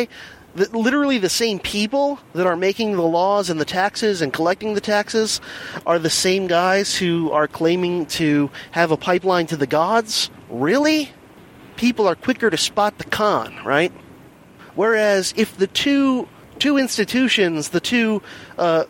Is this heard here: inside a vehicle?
yes